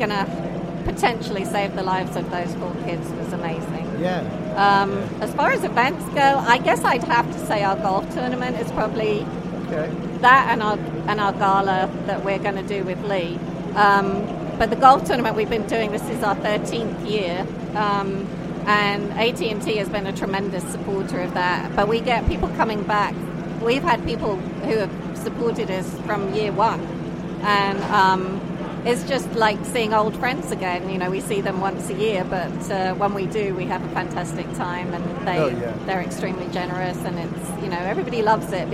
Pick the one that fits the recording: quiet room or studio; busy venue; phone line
busy venue